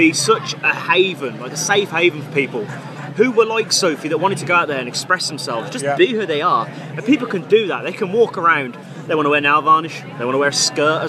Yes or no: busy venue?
yes